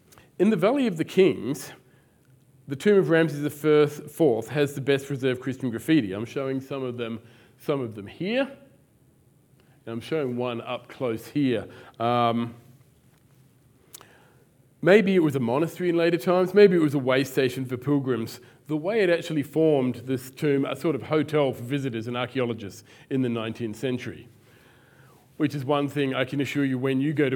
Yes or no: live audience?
yes